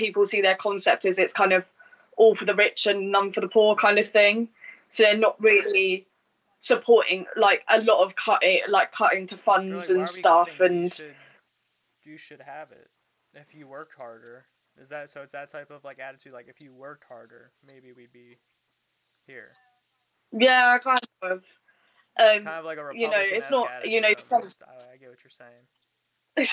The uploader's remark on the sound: Sorry for the audio issues.